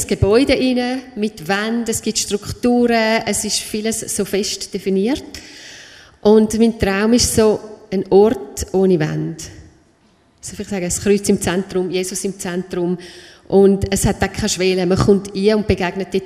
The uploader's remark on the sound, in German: Der am Livenet-Jahresfest in der ETG Bern aufgezeichnet wurde. In diesem Talk, der am Livenet-Jahresfest in der ETG Bern aufgezeichnet wurde.